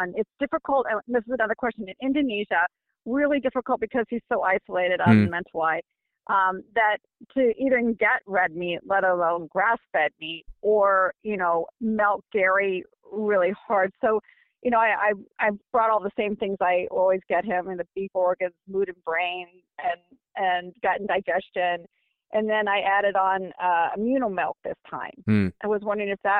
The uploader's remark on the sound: You’ll also hear LIVE callers ask questions.